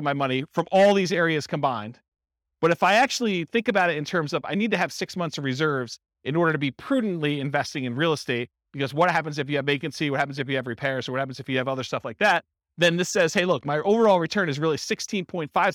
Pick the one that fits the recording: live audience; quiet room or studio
live audience